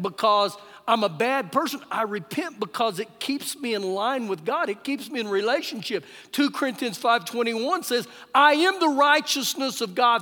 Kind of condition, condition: setting, live audience